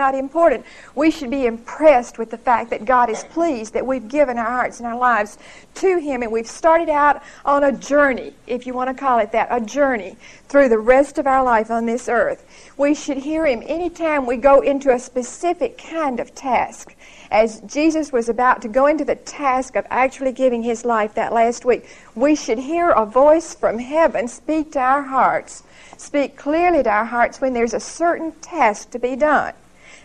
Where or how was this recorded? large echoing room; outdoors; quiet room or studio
large echoing room